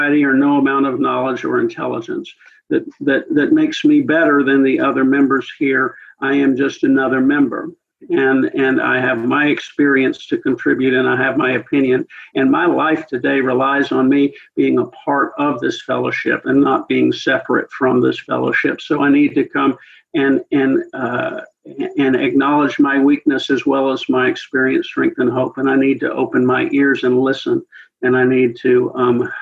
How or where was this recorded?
video call